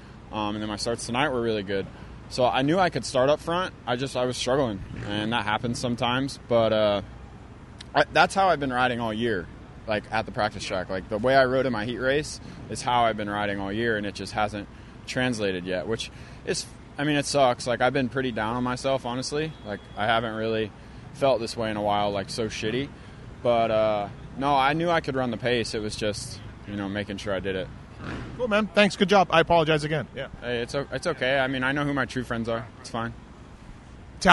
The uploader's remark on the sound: 2023 Houston SX Post-Race Interviews